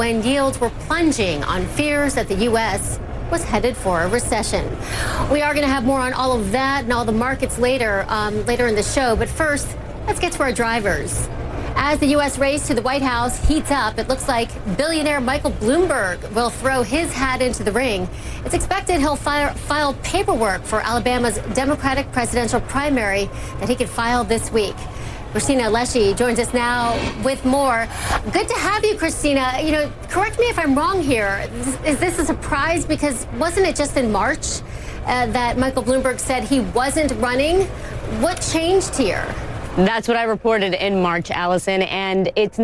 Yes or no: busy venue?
yes